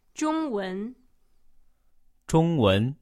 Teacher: the second sound there didn't sound like a first tone, right? It sounded like it was going up. · Term: second tone